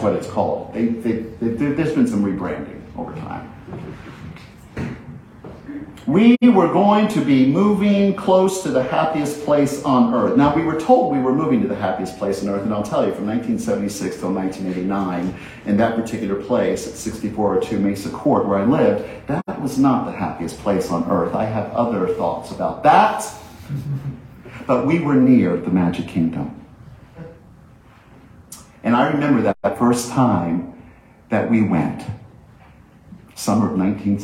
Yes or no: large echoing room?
yes